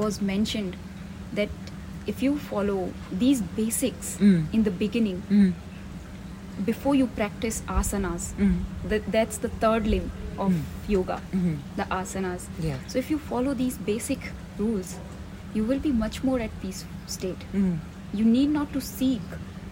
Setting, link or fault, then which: fault, sounds in the background